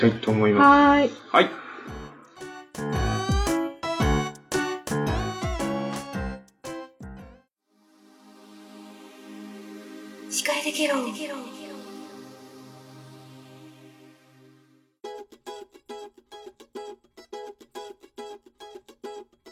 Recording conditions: phone or laptop microphone